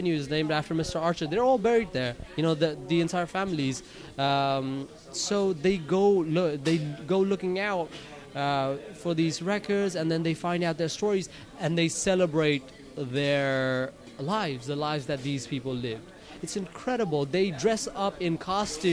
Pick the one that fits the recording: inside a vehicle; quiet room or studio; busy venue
busy venue